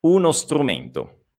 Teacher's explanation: non c'è il suono della E prima della S